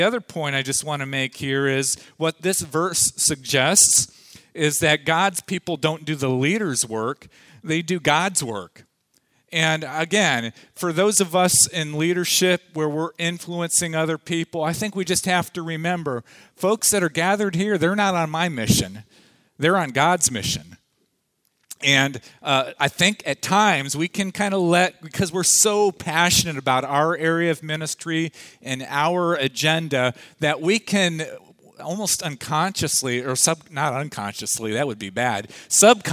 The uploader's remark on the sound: Audio from the afternoon session of the 2014 Lead Well conference held at Parkview Community Church.